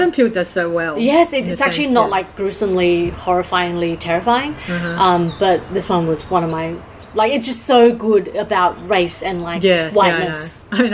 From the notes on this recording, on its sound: (Please enjoy the therapeutic sound of this episode's surrounding, and excuse the noise in the background, LOL).